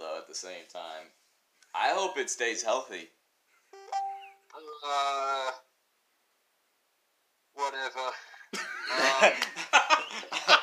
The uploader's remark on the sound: Please excuse audio quality